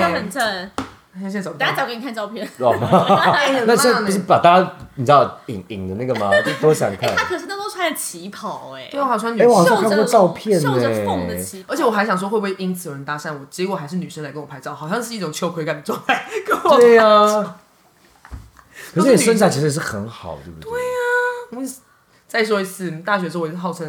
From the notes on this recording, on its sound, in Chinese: 第一次三人錄音，音量控制得不是很好，已努力後製修整，但可能還是不甚理想，希望大家多多包涵